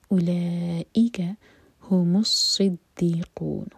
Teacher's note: صاد heavy اور صاد اور دال دونوں پر شدہ ہے، دونوں اسٹرانگ ہیں. والشهداء، دا مد متصل، عند، دال کے